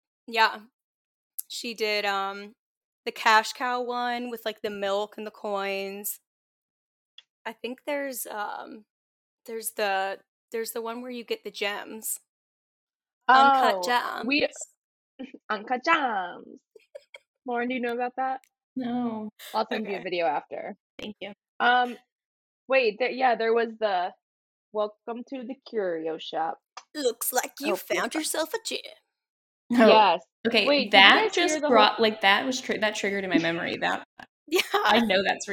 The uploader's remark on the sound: (Test Episode - Poor Audio).